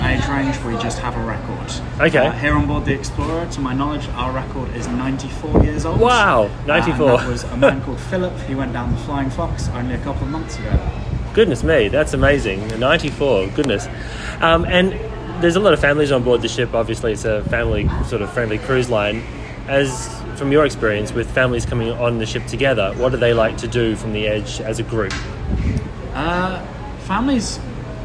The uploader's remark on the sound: Live from Pacific Explorer Solar Eclipse Cruise